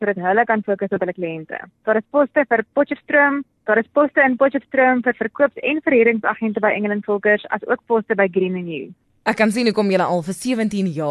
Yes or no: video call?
no